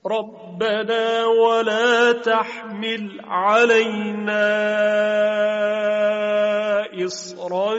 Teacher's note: خب در اینجا کلمه إصرا درسته که را قبلش ساکن و قبلش مکسوره، اما چون حرف صاد جزء حروف تفخیم و استعلاء و اطباق هست فلذا مانع ترقیق را میشه، پس باید اون را تفخیم کرد حرف را رو.